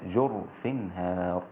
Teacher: الكلمة الثانية جرف جاءت بسكون الراء عند شعبة، فيصير النطق بها هكذا: جرف هار.